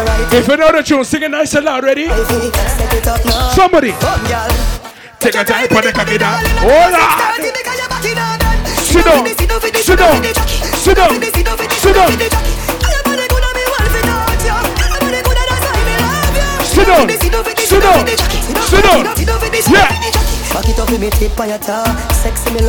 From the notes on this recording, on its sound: LIVE AUDIO FROM FREE SOCA PARTY